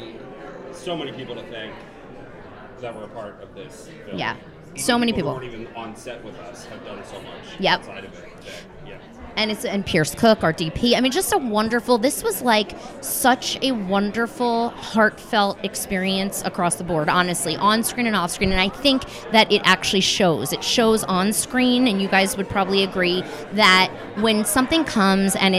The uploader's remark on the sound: LIVE in Philly. LIVE at the Philadelphia Theatrical Premiere of "1/2 New Year".